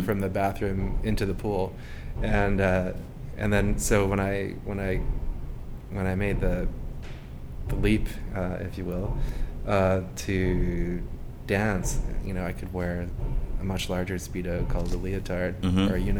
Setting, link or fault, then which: setting, busy venue